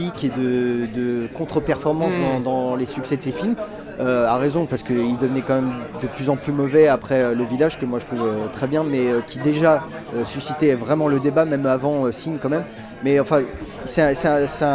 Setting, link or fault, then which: setting, busy venue